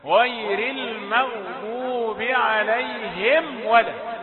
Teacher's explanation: الميم دي ميم ساكنة وبعدها واو، يعني لابد أن تظهر الميم. ما تقولش عليهم ولا عليهم ولا ولا أي غنة ولا أي حاجة أبدا ولا أي سكتة.